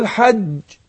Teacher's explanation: احنا بنقول ان الجيم مخرجة من وسط اللسان